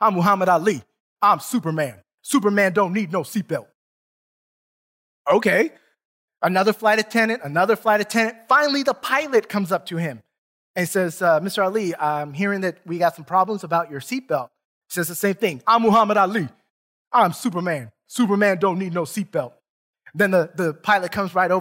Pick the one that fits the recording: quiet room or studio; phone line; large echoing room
large echoing room